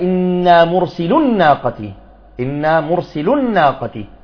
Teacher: آخر حرف اللام المضمومة، الواو لم تلفظ، إذن حذفت بسبب منع الالتقاء الساكنين.